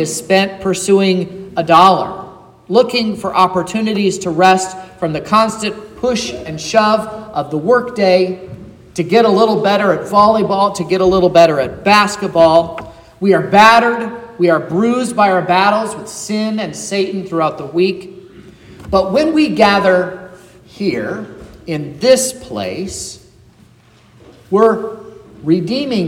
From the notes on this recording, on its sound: This is the sermon preached at Trinity Lutheran Church in Vallonia, Indiana, on Sunday, October 22nd